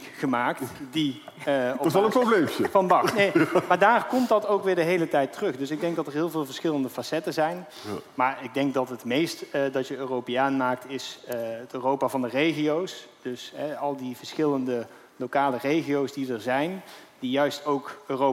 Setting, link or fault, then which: setting, busy venue